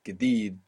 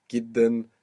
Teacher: You have جديد with the long vowel and the stress on the end, and then جدا with the stress on the beginning.